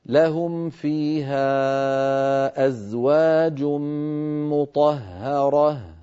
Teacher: نفخم الطاء نرقق الهاء، نفخم الراء نرقق الهاء